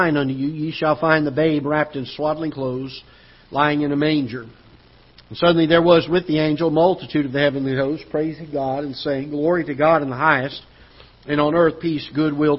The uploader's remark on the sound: Ketha Heights Baptist Church ~ Live Broadcast.